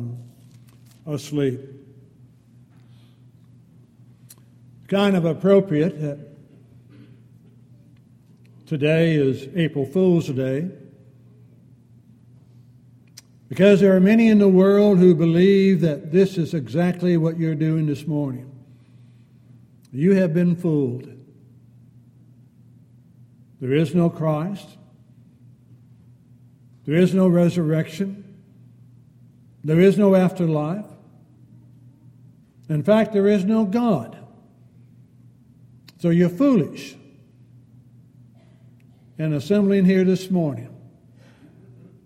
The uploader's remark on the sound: Downtown Church Of Christ Audio Sermon